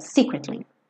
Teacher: É quase como se as três sílabas tivessem o mesmo peso, tá? Mas se você estiver só falando essa palavra, é secretly. Então a sílaba tônica é a primeira.